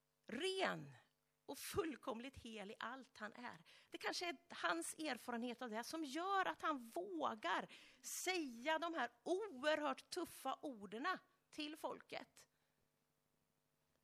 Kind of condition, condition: setting, large echoing room